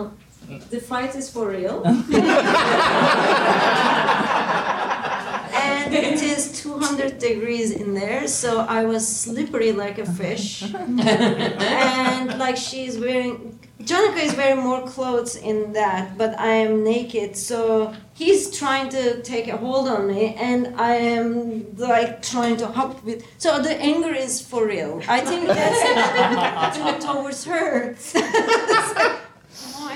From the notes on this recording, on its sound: Today’s episode is a recording from our first meet-up of the season which we did in partnership with Horrorbuzz.